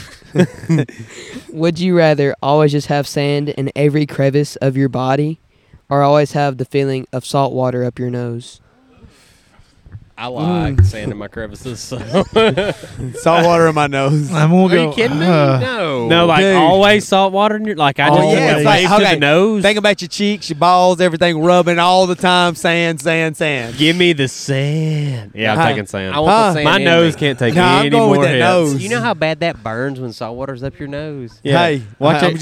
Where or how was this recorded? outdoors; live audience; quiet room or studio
outdoors